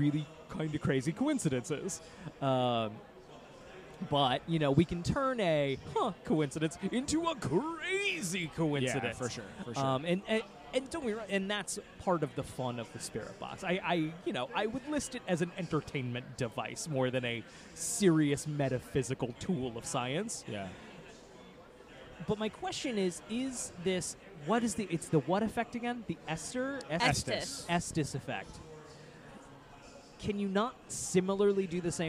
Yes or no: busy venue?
yes